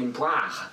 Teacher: le A devient ouvert, voire à la limite du E, une poire.